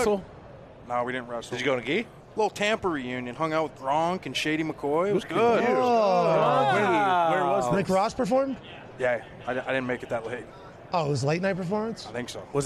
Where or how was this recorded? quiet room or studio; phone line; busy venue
busy venue